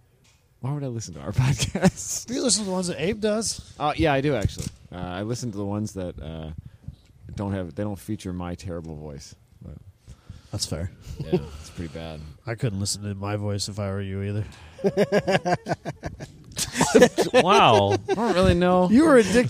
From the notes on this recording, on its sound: We record at COTA. Hang out in the same garages that the F1 teams use.